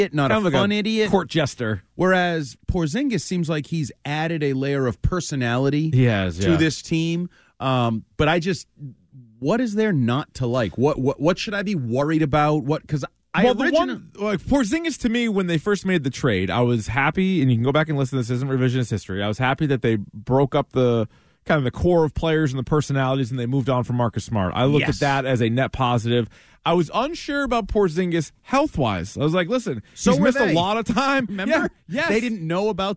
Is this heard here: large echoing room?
no